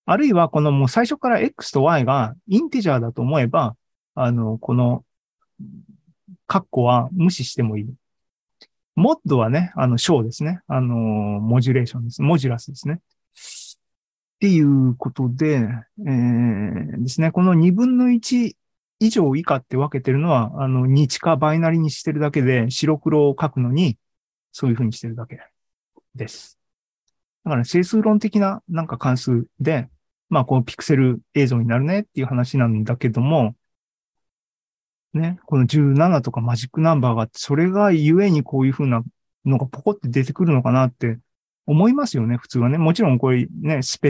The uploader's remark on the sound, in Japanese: ２０２２年１０月２６日に開催した ZOOMライブの模様です